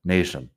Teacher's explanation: Lo único es la pronunciación, nation. La T normalmente suena a T, pero en estas palabras es como si fuera sh, un poco. Nation.